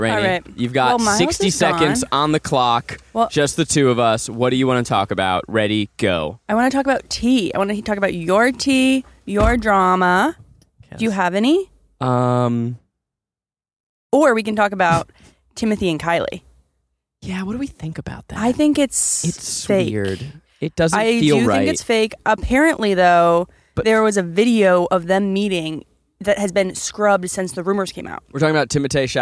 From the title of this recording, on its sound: we did a podcast in the car wash